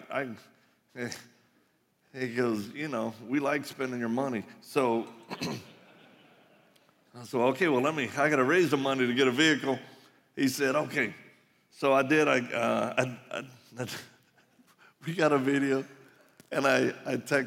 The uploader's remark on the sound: live message from the Ignite Conference